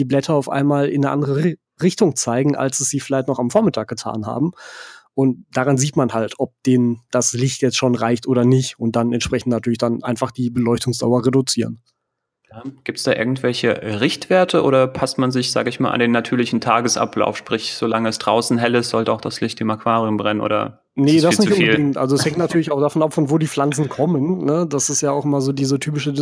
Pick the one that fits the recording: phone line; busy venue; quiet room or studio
quiet room or studio